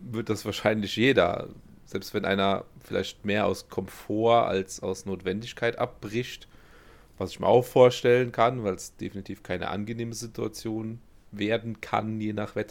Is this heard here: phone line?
no